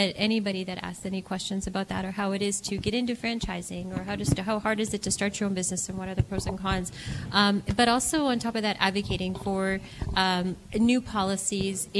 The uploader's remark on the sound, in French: En direct depuis le Forum des femmes entrepreneurs canadiennes-africaines (CAWEF) est une conférence annuelle, lancée par l'Association marocaine de Toronto.